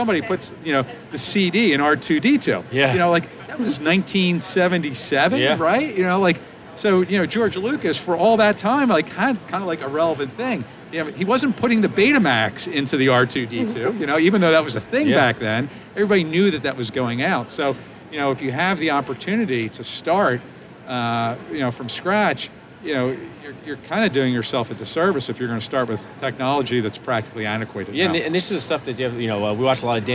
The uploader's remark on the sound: Live from Darby at the GNYDM 2019. Live from the Darby booth at the GNYDM 2019.